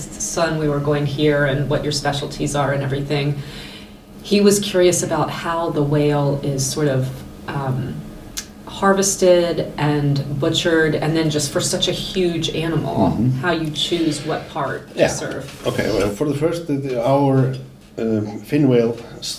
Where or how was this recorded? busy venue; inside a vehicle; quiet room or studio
busy venue